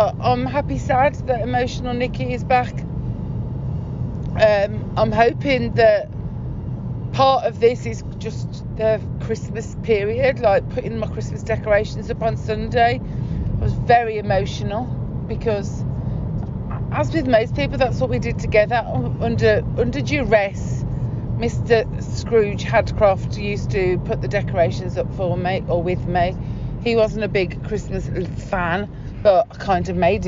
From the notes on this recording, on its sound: This is a very raw podcast - it's something i recorded (safely) during a car journey.